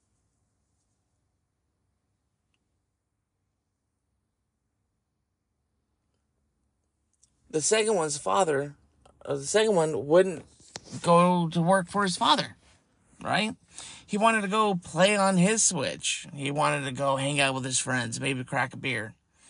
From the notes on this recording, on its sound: I am going to do it from the car.